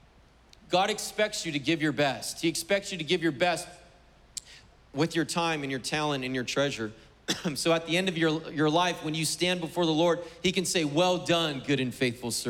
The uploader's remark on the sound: was preached on June 20th at the 11:30AM service